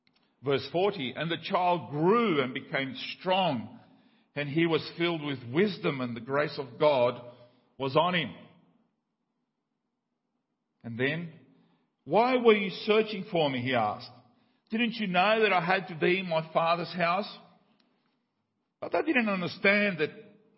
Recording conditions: large echoing room